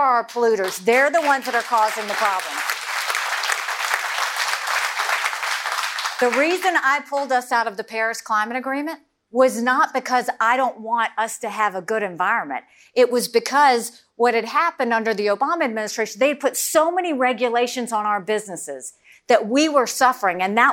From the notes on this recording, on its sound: Live CNN Republican Presidential Town Hall. From Iowa.